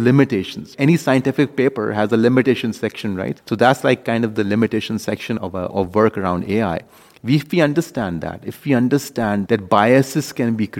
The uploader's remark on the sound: We sat down with him at the World Congress of Pediatric Cardiology and Cardiac Surgery in Washington DC